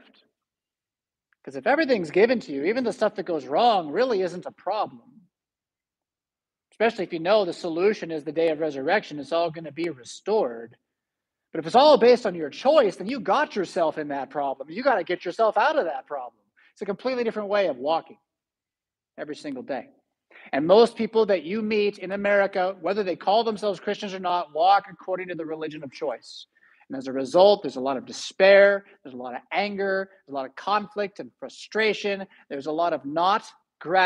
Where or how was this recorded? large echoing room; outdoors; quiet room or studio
large echoing room